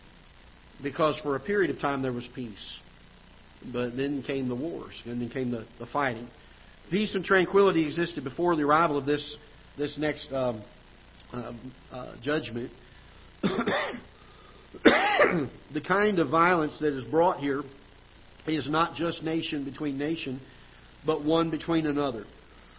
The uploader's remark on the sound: Ketha Heights Baptist Church ~ Live Broadcast